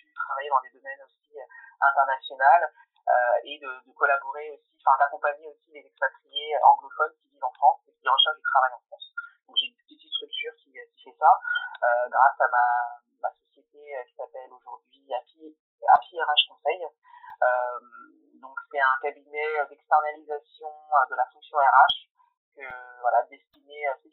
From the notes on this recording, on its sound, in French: Je m'excuse pour la qualité audio de cet épisode, qui n'est clairement pas au rendez vous, j'ai essayé d'améliorer le plus de choses possible au montage mais cela était impossible de supprimer tous les bruits parasites sans abimer trop l'enregistrement.